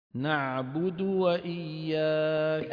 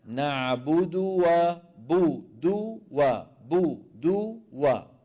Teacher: خلط صوتها بالسكون وذلك بسبب عدم ضم الشفتين بالمقدار المطلوب · Shown in: first take